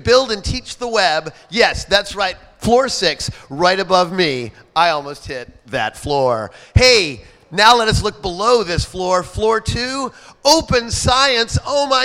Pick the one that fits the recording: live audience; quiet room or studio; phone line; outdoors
live audience